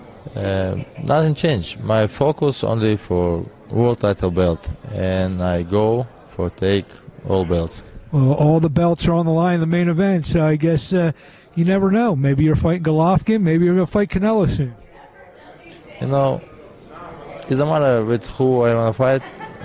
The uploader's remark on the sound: LIVE FROM CANELO - GOLOVKIN 3